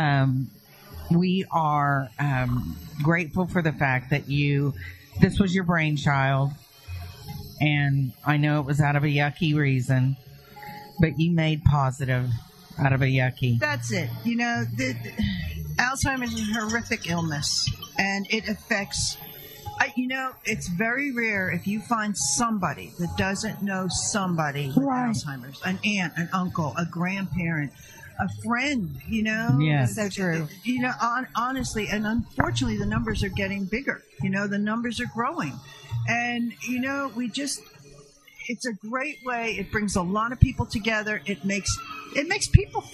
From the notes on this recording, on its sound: LIVE REMOTE! At The Santa Market – State Fair Park. On FREEDOM 96.9FM, Oklahoma’s Talk Radio.